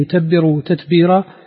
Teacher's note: الراء في هاتين الكلمتين يتبروا تتبيرا فيها الترقيق لورش